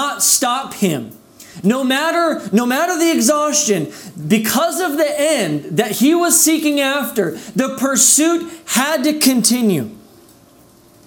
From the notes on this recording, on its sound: This message was delivered on April 11th, 2021 at Redeemer Community Church.